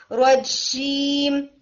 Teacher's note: टंग आपकी ऊपर ही रुक जाएगी, रूफ के साथ लगी होगी